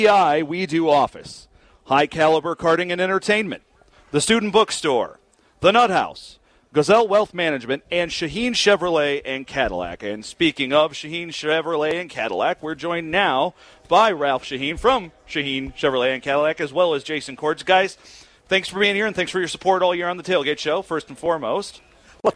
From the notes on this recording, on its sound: broadcasting from just outside Spartan Stadium.